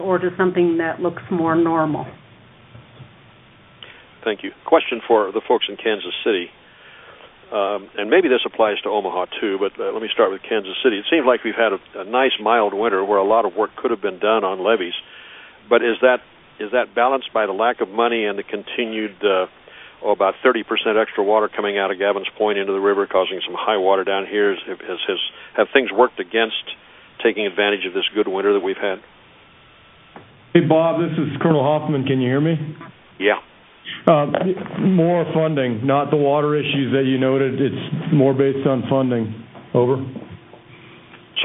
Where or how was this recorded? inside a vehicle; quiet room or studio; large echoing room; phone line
phone line